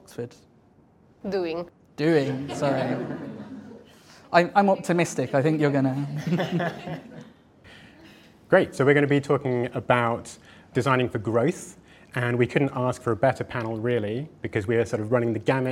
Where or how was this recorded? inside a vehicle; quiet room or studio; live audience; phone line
live audience